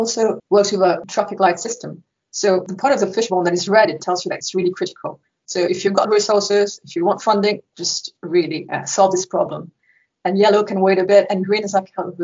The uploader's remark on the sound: Due to the COVID-19 pandemic, this episode was recorded virtually, so we apologise for any dips in audio quality.